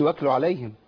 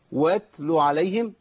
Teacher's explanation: ما منحش الهمس ولا ابدل مخرج التاء بايه؟ بكاف · Shown in: second take